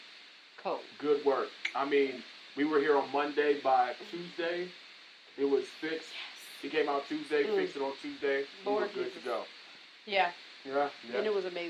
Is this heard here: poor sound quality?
yes